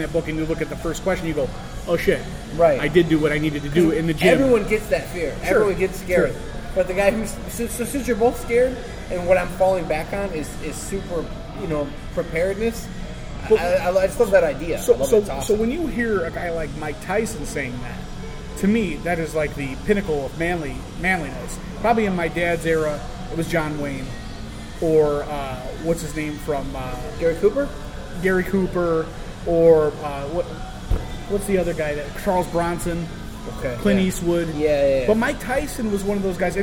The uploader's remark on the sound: This episode was recorded on Thursday, August 17th, 2017 at #RegionAle in Schererville, Indiana.